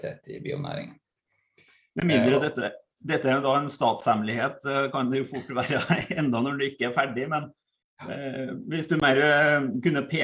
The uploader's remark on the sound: Live Zoom